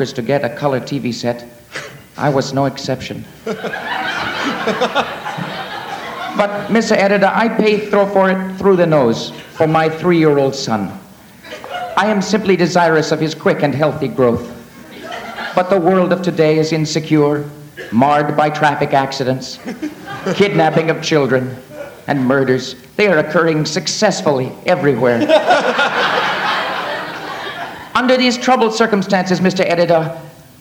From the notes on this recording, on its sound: Live At The Ash Grove